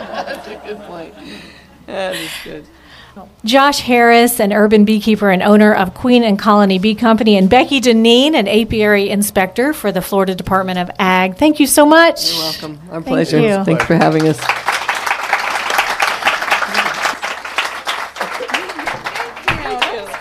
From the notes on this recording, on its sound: Beekeepers Talk Shop At Sweetwater Farm. Participate in a live taping of The Zest podcast. In front of a live audience.